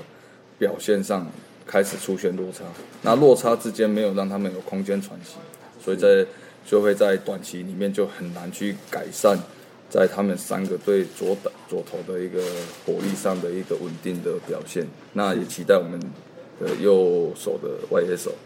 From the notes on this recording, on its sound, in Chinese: 本集錄音於球場，全程使用錄音設備較精簡，音質不佳請見諒。特別南下到獅隊春訓基地。